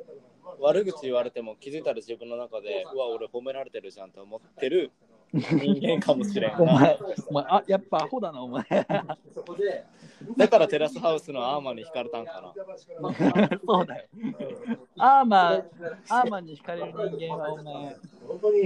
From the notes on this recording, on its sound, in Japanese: かなり雑音が入ってます。聞きづらいかもしれないです。